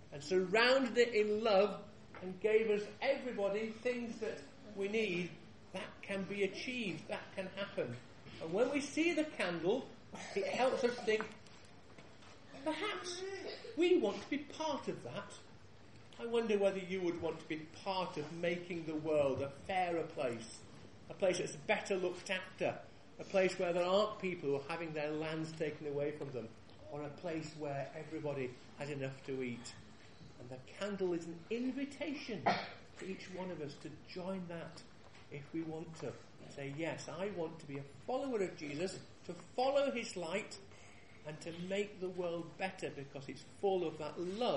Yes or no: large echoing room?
yes